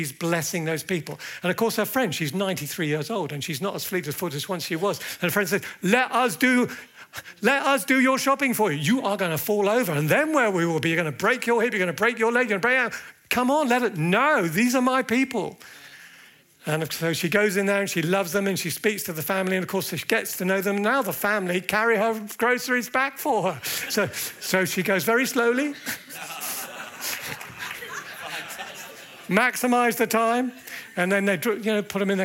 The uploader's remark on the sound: at the Evangelists' Conference 2024